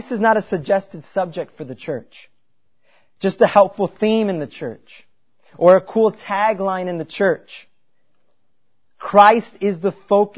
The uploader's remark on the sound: At Covenant Baptist Church in New Berlin, Wisconsin – a confessional Reformed Baptist church.